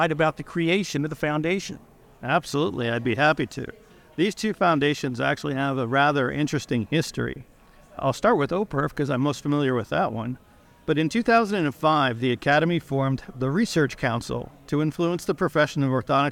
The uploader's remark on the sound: Recorded live at The Academy's Annual Meeting & Scientific Symposium in Nashville.